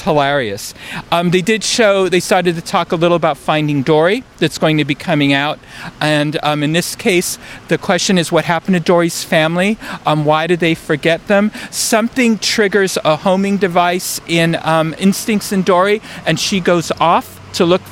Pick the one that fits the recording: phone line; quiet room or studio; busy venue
busy venue